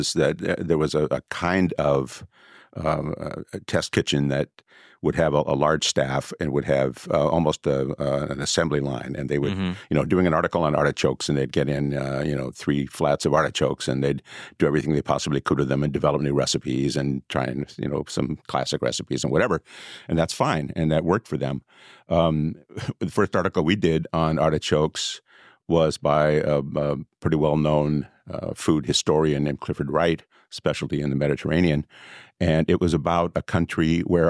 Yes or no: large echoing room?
no